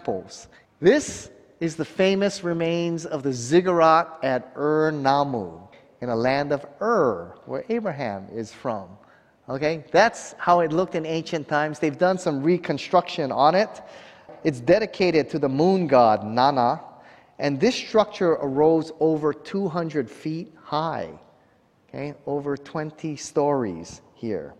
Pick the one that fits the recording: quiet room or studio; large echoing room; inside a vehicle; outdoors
large echoing room